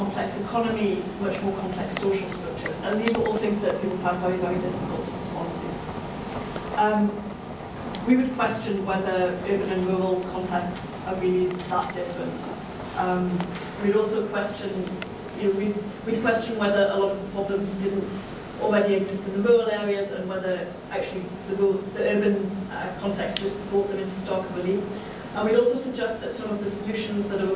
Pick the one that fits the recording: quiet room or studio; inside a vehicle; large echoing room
large echoing room